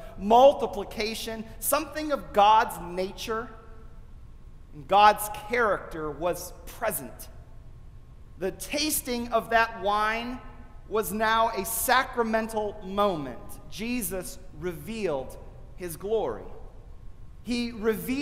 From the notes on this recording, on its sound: delivered at the First Presbyterian Church of Flint.